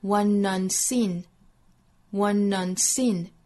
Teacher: One 和 unseen 之间又是辅元连读，带出一个小 n 的音。